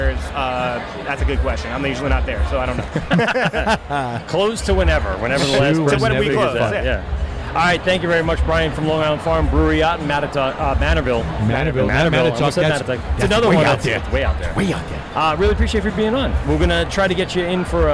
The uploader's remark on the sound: LIVE from the Blue Point Cask Ale Fest held at Blue Point Brewing in Patchogue, NY. Enjoy this unique and massive festival.